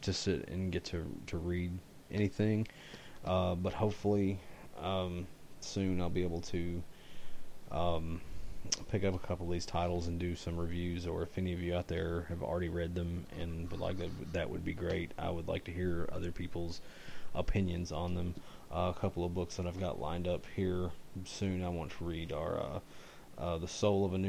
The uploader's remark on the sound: I was actually feeling pretty bad when I recorded the show, so my voice may not be as loud as usual.